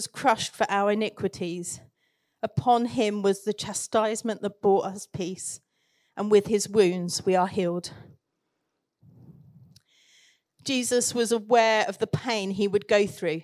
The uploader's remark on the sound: Recorded Live at Central Vineyard, Northampton.